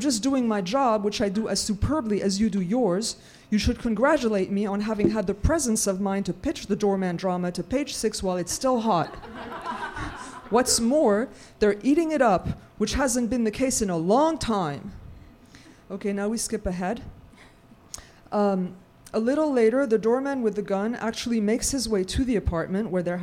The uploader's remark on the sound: On Stage at Housing Works Bookstore Cafe. We've got clips from our events.